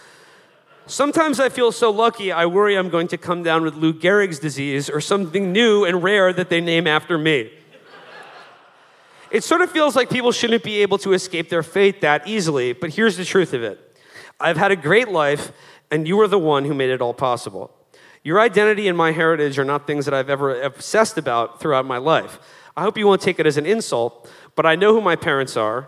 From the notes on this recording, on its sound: Live From the South. A mashup of our recent live shows in Atlanta and Nashville.